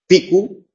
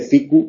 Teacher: Por ejemplo, piku es higo en euskera, que viene de ficu, del latín, es otro latinismo del euskera. Como el euskera no tiene la F en posición inicial, pues la sustituye por una P. · Shown in: first take